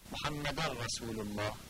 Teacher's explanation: تنوین در ر ادغام میشه